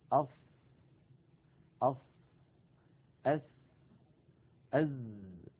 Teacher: الصاد والسين والزاي، هذه الأحرف الثلاثة عندما ننطقها نضع طرف لساننا يعني رأس اللسان عند الصفحة الداخلية للثنايا السفلى، للسنين الكبيرين اللذين في مقدمة الفم. هنا نضع رأس اللسان، ولكن بقية طرف اللسان لها مشاركة، وكذلك الأسنان العليا لها مشاركة، بحيث إن الصوت وهو خارج يصطدم بها فيؤدي كل هذا المكان إلى حدوث صوت معين هو صوت الصاد وصوت السين والزاي. · Term: أحرف الصفير